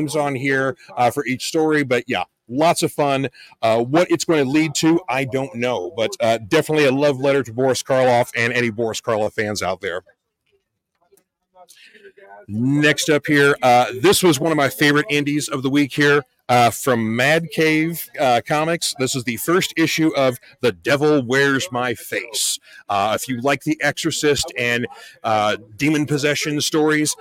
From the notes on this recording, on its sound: coming to you live from The Mind's Eye Theater for their production of Evil Dead The Musical